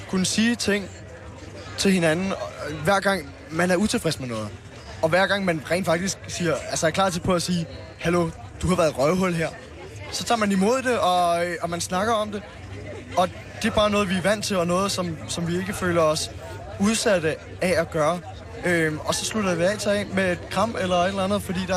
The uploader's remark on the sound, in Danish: sender direkte fra "Camp Mordor" - én af mange, fantasifulde lejre på Roskilde Festivals campingareal.